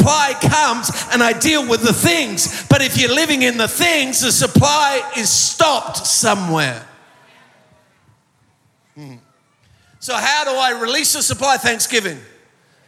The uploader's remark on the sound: Recorded live at Planetshakers Church (Melbourne).